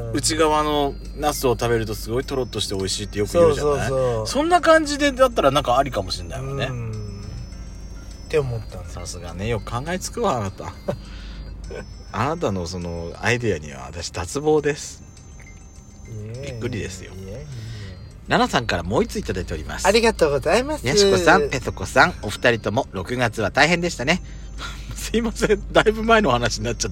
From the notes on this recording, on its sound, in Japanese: 2人組。パーキング収録。